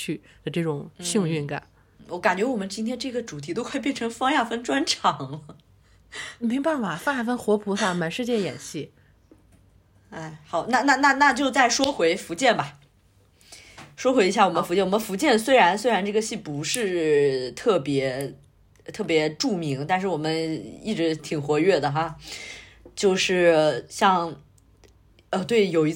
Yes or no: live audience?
no